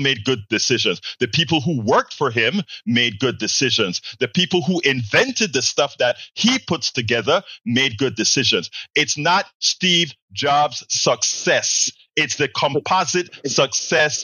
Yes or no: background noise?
no